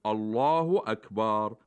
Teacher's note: وينبغي تفخيم اللام من لفظ الجلالة والراء من أكبر. التفخيم هو ضد الإمالة والترقيق، فينبغي للمصلي أن يأتي بالهمزة، همزة الله وراء أكبر بالتفخيم، أي بملء الفم الله أكبر.